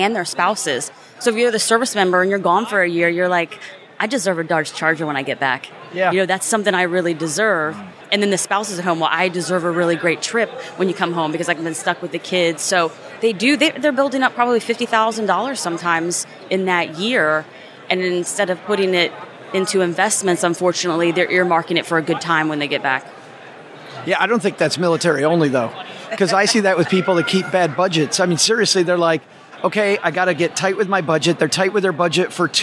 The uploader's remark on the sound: (live from Podcast Movement). Today we head to sunny Orlando, the home of Podcast Movement (the nation's biggest podcasting conference), and catch up with some top financial podcasters at the FinCon booth in the expo hall (they were nice enough to set up a podcasting booth for shows to use!).